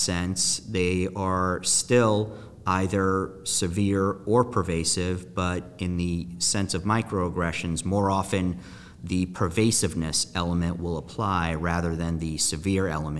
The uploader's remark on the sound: In this podcast recorded at Ogletree Deakins’ national Workplace Strategies seminar, our panel analyzes microaggressions in the workplace.